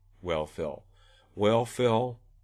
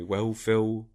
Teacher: in the Cockney one, I may be doing less tongue root retraction · Shown in: second take